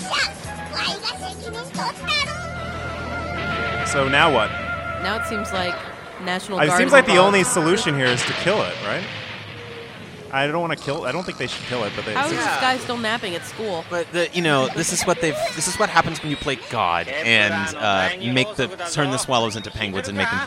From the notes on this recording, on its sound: Live from INTERNET YAMI-ICHI